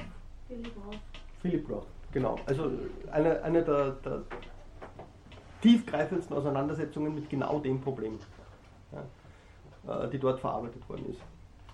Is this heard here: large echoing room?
yes